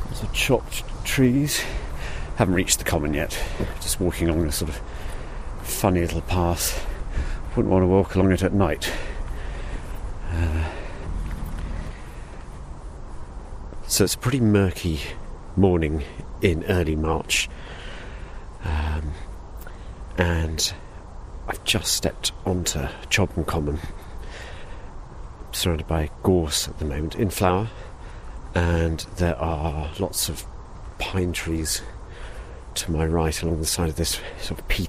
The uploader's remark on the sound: Recorded before the current lockdowns due to Coronavirus, this podcast allows you to take a wild wander across the heathland of Chobham Common in Surrey to hear the fabulous song of the woodlark in all its glory.